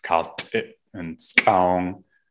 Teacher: So Na'vi has ejectives, like Kalt'it and Skaung.